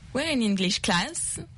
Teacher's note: Okay, so the last word has to go up.